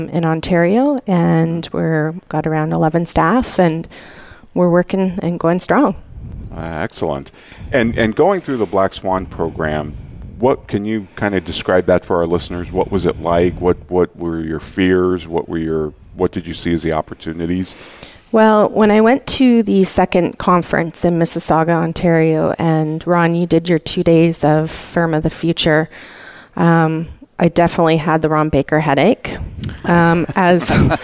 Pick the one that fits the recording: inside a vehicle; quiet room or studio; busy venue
busy venue